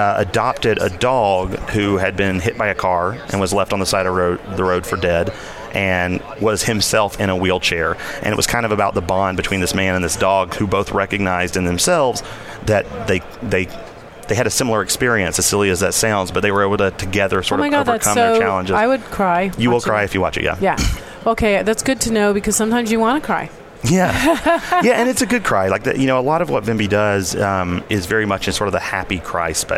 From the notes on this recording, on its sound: Day 3 Live at NAB show 2017! Live from the NAB show 2017 Advanced Advertising Pavilion.